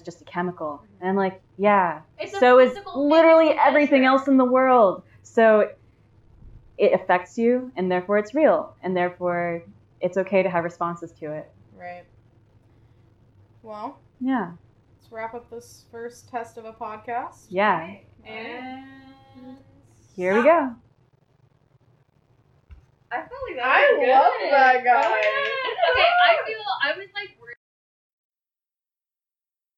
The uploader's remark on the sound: We are just getting started so please forgive the bad audio as we launch this project. We have yet to get better equipment than our in PC mic.